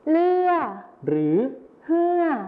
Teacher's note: นี่ก็จะเป็นในภาษาไทยมาตรฐานนะครับจะใช้รอเรือนะครับส่วนในภาษาถิ่นอีสานจะใช้ลอลิงหรือฮอนกฮูกนั่นเองครับ